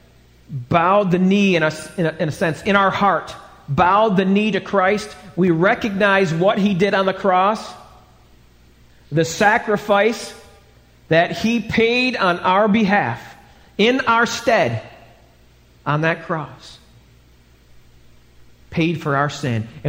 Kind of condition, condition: setting, large echoing room